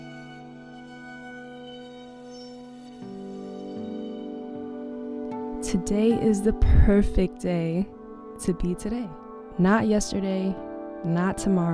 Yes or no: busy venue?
no